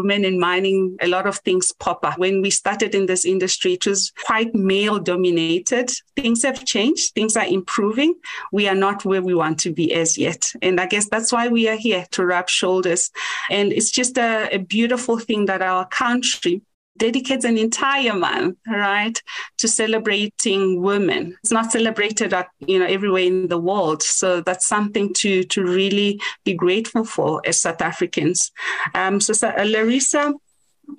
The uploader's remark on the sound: Woman in Mining Webinar Series 1